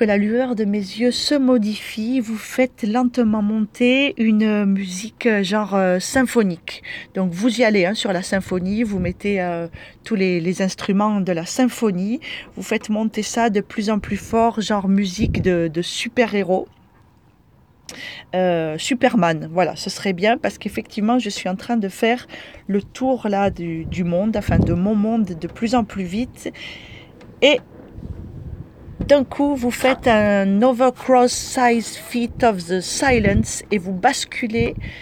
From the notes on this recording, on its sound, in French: Enfermée dans ma voiture avec des rafales de vent à plus de 80 km heure comme notre pays sait en produire, j'ai enregistré cette petite histoire sonore